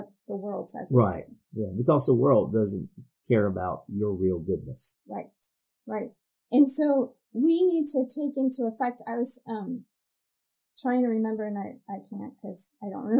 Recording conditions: poor sound quality